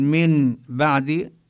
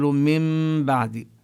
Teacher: تقلب النون ميما مخفاة بغنة عند الباء · Shown in: second take · Term: الإقلاب